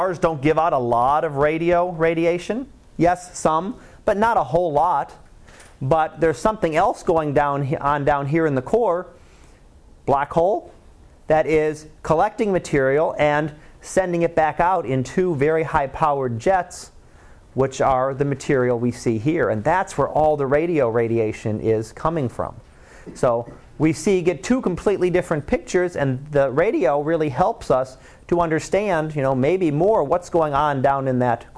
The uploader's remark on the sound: Live Class Lecture.